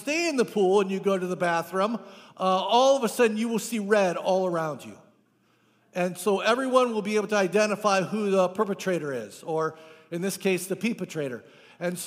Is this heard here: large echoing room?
yes